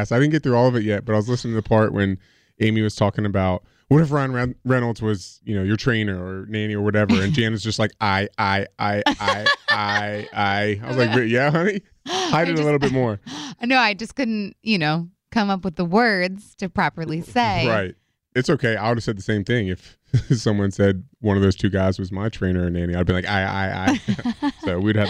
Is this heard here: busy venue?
no